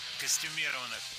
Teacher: Несколько раз прозвучало прилагательное «костюмированный» с ударением на третьем слоге.